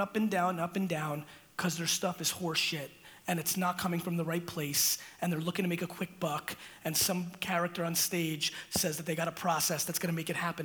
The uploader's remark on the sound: This keynote I gave in London was nothing but FIRE.